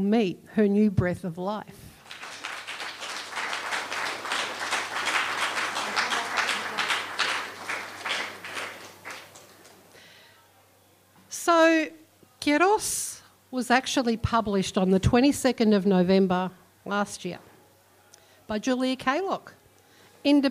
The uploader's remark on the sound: This episode of the Spoken Word show replays a recording of the event.